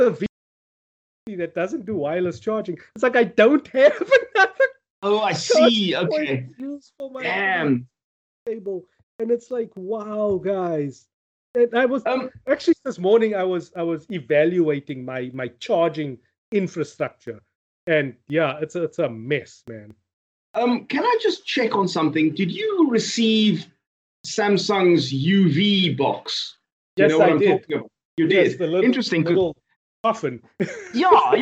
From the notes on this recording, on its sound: Recorded via Skype